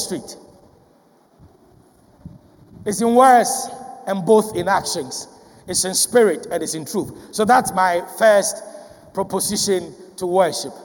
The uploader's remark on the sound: Sermon preached at CBC Shiashie Campus.